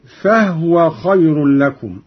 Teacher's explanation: قرأ قالون بإسكان الهاء